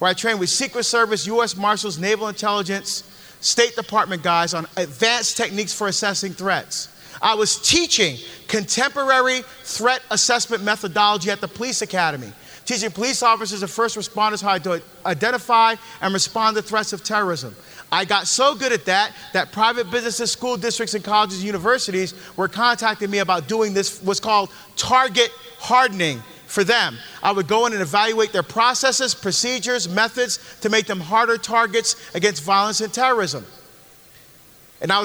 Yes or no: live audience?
yes